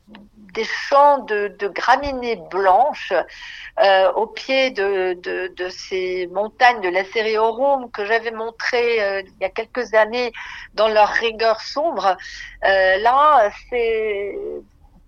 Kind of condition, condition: link, phone line